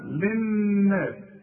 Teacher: النون لازم تشدد، لازم تغن